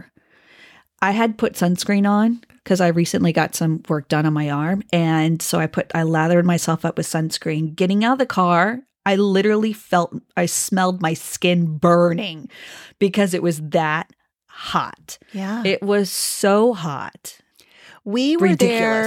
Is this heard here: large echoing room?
no